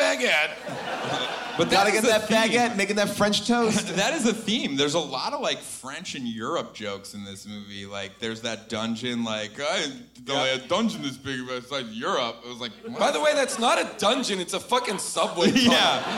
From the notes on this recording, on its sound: LIVE from Irving Plaza in New York City.